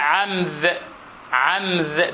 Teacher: ومنهم من إذا أراد أن يقول عمرو قال عمذ، عمذ بالذال، فيجعل الراء ذالا